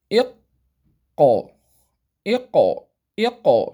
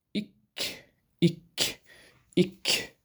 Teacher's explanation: القاف أقصى اللسان فوق يعني، والكاف أسفل منه